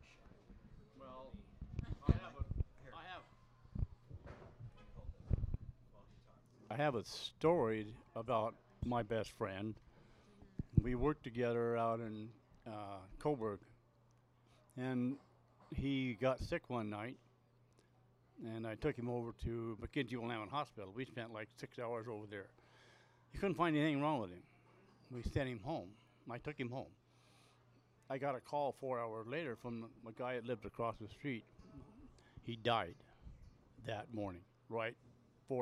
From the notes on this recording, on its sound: The darkened corner of the pubs connected bookstore where the Strange Brau Radio Live "after show" continues the conversations. The lively discussion that can only be had with like minded attendees, speakers and maybe even a few ghost.